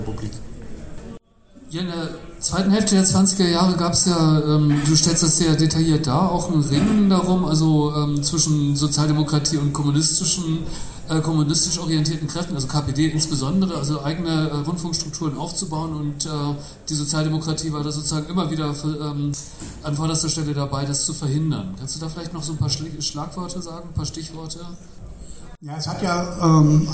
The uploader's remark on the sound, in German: Mitschnitt der Buchpräsentation vom Verlag 8. Mai bei den Linken Literaturtagen.